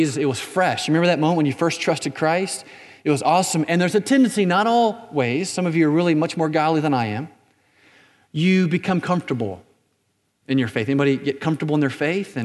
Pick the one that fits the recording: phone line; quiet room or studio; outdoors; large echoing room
large echoing room